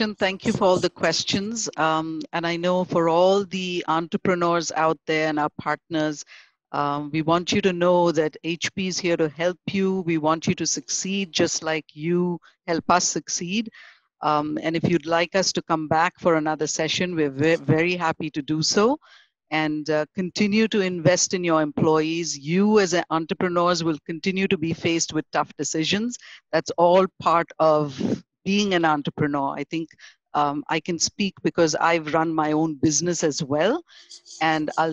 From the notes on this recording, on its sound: Delivered great insight in the webinar. They fielded interesting, pre-submitted questions from viewers. The webinar was a great opportunity for PSPs in the APJ region to learn useful HR tips from experienced pros.